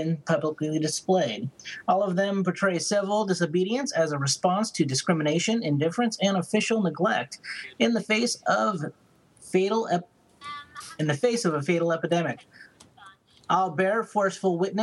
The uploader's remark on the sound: A PACKED Skype house